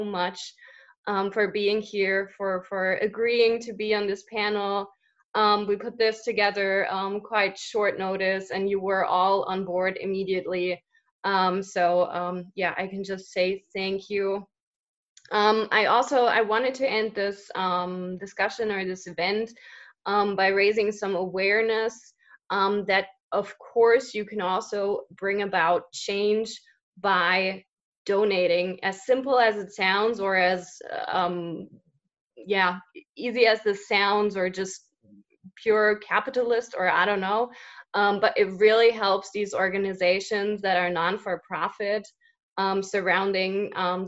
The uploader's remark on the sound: The Carl Schurz Haus in Freiburg hosted an online panel discussion with five Americans living in Germany. The audio version of the panel is being re-broadcast here on The Expat Cast.